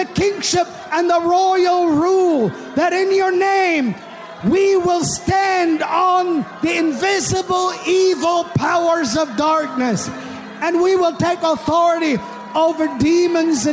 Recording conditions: large echoing room